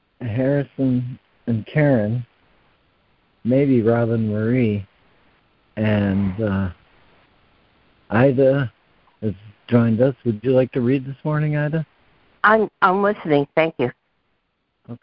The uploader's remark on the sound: ACIM Daily Conference Call.